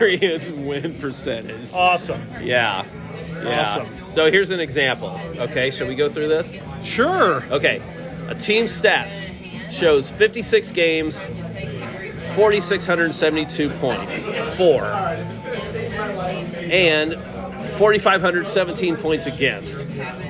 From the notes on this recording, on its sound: On location at Deviate Brewing.